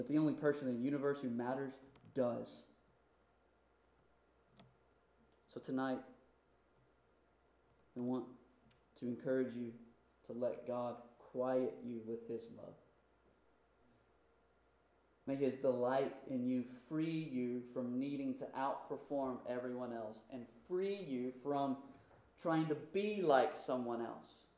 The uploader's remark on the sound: Due to technical error this recording is inconsistent in quality and volume